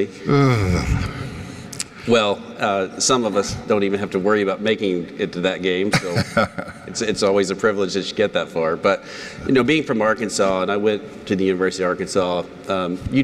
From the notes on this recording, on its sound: This first episode was filmed in front of an in-person audience at the National Retail Federation’s NRF 2023 conference – known as “Retail’s Big Show.”